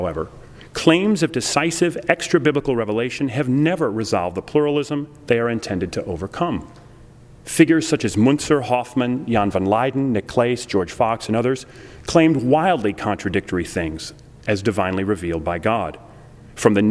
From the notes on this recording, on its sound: delivered this lecture on October 6, 2009 at the University of Chicago's Swift Hall